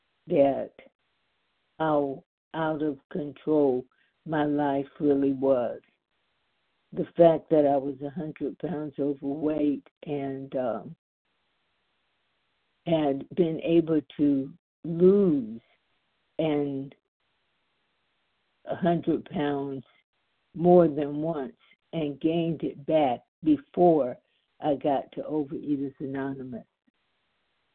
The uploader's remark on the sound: the 100 Pounders Phone Meeting